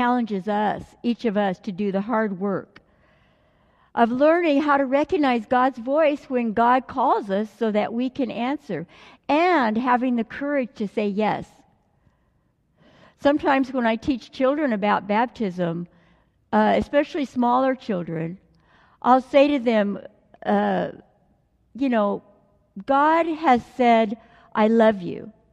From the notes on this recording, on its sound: delivered during the Traditional Worship service